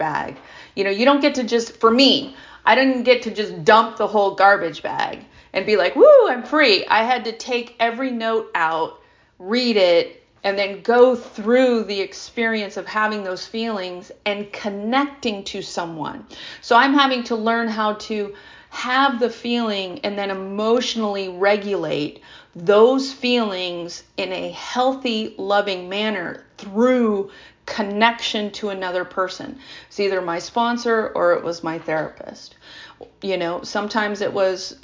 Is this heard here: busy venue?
no